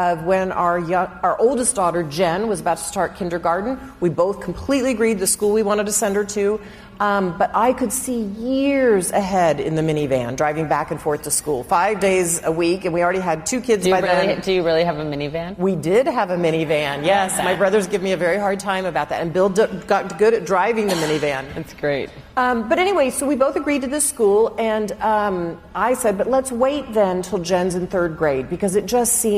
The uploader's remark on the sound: Recorded in Dallas in front of a live audience on "The Moment of Lift" book tour.